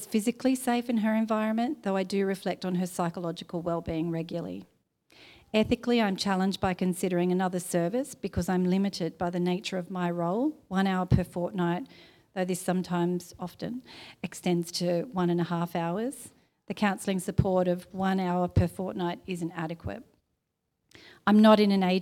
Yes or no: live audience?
yes